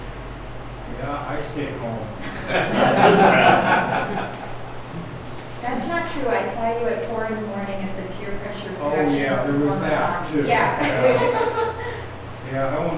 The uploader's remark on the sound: Live recording of Astoria City Council meeting, August 5, 2019